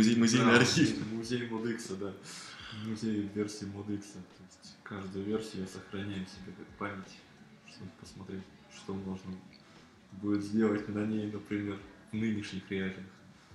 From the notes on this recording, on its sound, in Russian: Приношу свои извинения за столь долгий релиз и низкое качество записи — это мой первый опыт в записи и работе со звуком.